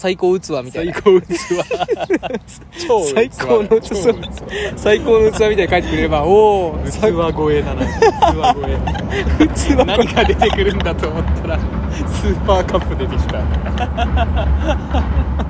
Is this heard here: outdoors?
yes